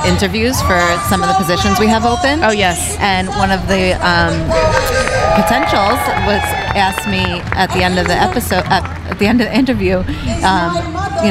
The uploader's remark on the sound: On Location at the First Annual Patchogue Pride Parade